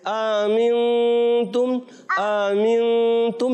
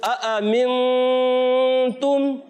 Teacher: तसहील करना। तसहील कहते हैं दूसरे हमजा को नरम करना · Shown in: first take